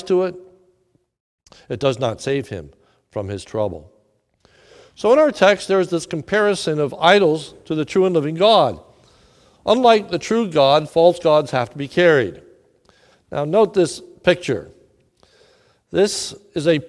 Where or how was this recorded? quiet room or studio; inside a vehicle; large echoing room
large echoing room